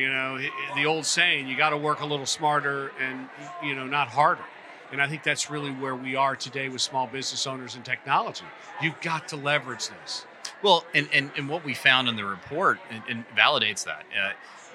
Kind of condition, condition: setting, busy venue